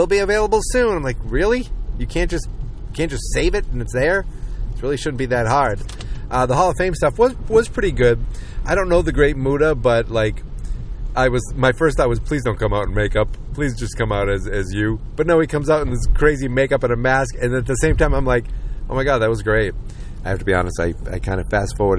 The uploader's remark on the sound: Just me talking in my car on the way to get some breakfast.